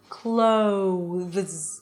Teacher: you start with your mouth open and you close it to an oo · IPA: kloʊðz